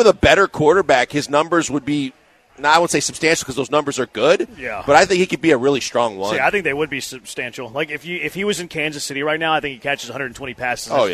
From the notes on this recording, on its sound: LIVE from East River 9!